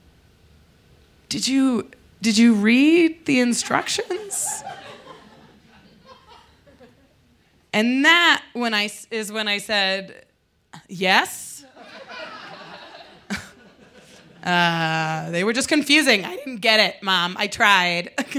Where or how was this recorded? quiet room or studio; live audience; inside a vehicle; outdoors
live audience